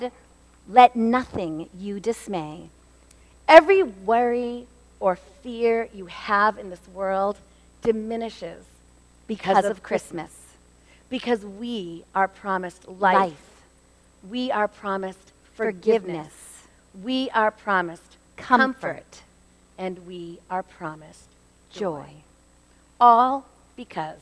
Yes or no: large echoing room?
yes